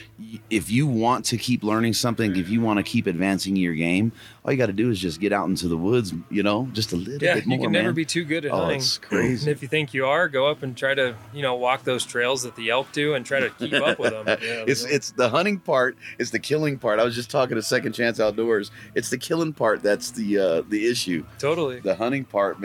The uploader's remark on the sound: Live from Mountain Archery Fest at the Purgatory resort in Durango, Colorado. We sit down in the Western Contours booth.